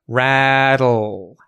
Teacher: T sound that is sort of fusing with the L sound, and it's actually a syllabic L with lateral release, it's called. · the tongue is going up to make the T sound, but it stops, and the sides of the tongue come away from the teeth to let air out. Rattle. And it's almost instantaneous.